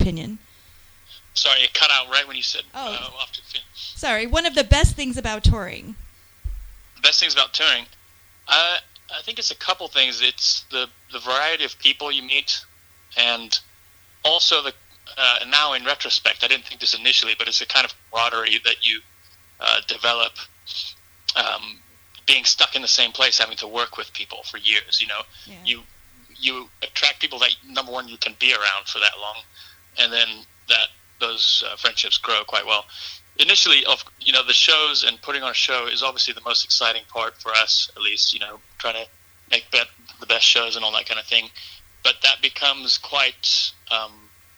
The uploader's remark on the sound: called in and chatted with me for a bit